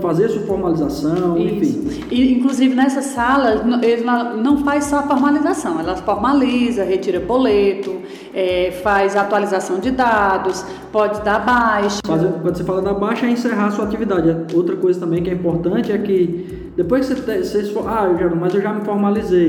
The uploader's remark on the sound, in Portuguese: Este terceiro episódio foi gravado na palestra. Na palestra que faz parte do ciclo promovido com intuito de capacitar cada vez mais o varejo de Brejo Santo.